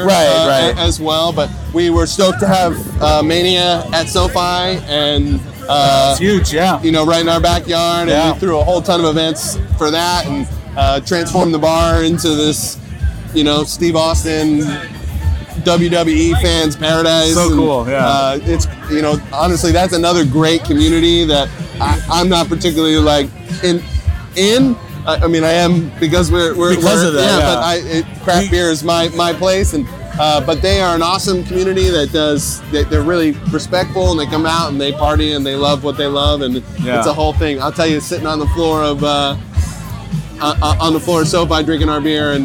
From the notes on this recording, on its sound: this LIVE episode of HopTalk, recorded at the buzzing LA Beer Week kickoff festival